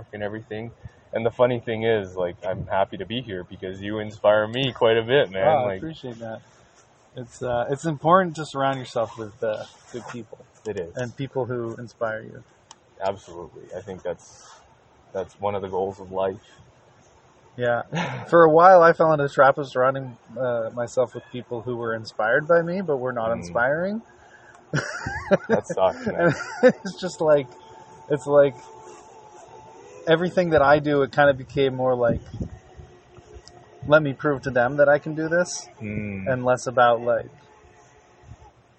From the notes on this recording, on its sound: The episode is recorded outside so the audio quality isn't the best.